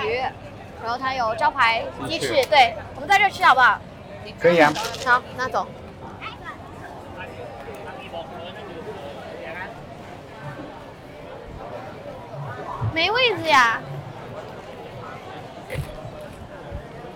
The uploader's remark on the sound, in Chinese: 大马免签之旅吉隆坡citywalk。边走边聊 有点吵。